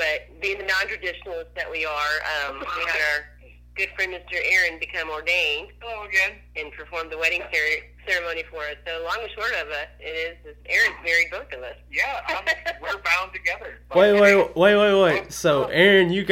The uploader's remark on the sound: burnt the phone lines